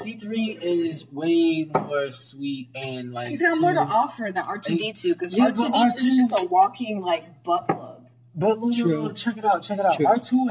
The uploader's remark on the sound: Sorry for not having crisp audio quality for our first official episode. Make sure you catch when we get a noise complaint and are threatened with police.